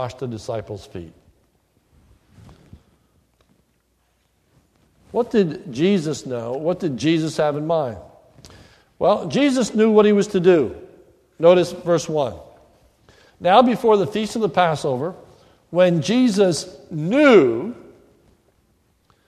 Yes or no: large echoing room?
yes